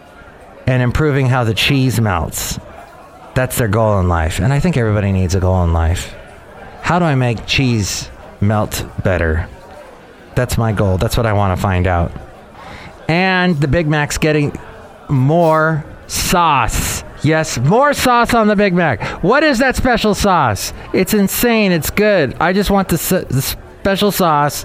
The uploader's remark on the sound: podcasts live from Café Anyway